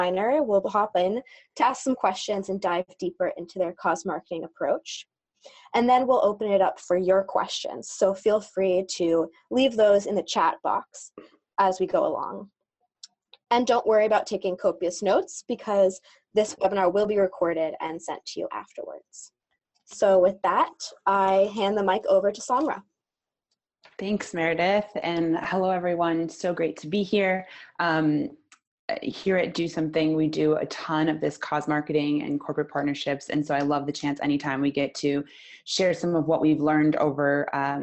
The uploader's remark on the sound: Recording from the Cause Marketing webinar